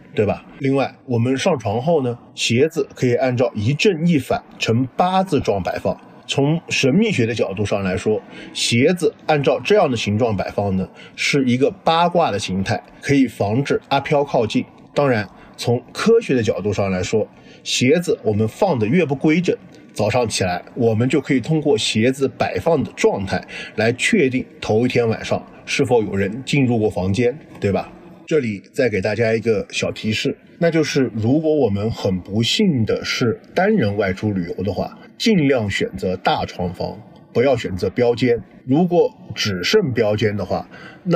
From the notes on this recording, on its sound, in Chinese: 因为时间很仓促，是在外面大马路上迎着车来车往录制的，所以底噪特别大，请各位小伙伴们谅解，音质虽然差强人意。